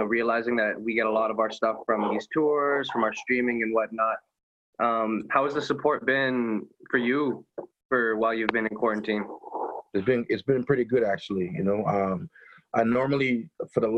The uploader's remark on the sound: Does a Zoom interview.